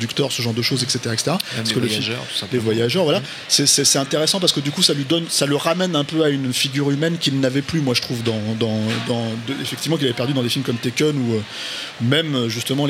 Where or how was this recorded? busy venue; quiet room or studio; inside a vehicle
busy venue